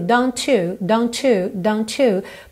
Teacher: Aqui também, don't you know? Eu tenho esse arzinho do T, don't, don't, juntando no you.